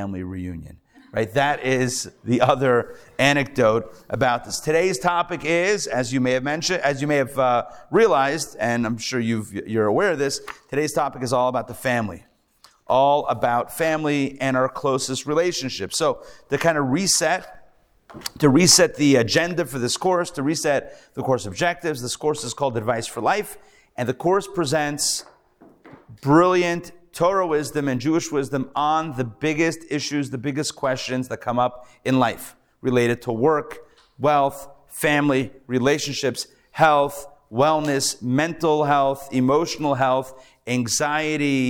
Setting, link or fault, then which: setting, live audience